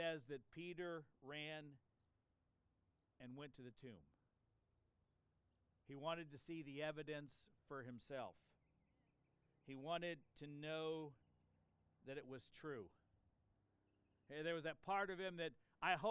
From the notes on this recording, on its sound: This sermon was preached on Easter Sunday, April 9, 2023 in an outside worship service. (That helps to explain the birds and the planes in the background!).